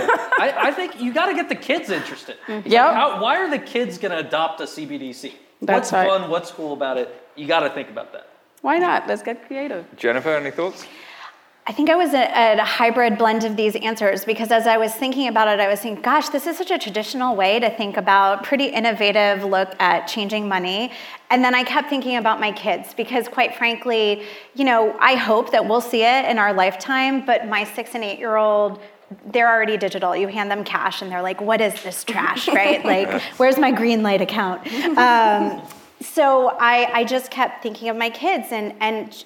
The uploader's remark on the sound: a live onstage panel as part of Empire Startups New York FinTech Week!